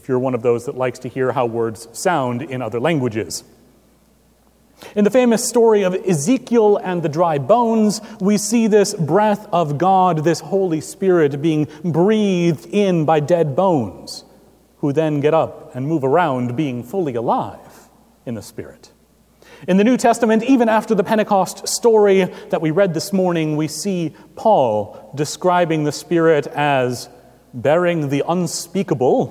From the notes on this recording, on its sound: Recorded June 4, 2017 at Trinity Presbyterian Church in Bixby, Okla.